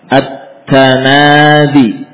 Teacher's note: taknya hanya satu, tapi saat dilafadzkan seakan kita membaca dua. Yang pertama tak sukun, ad. · Term: idgham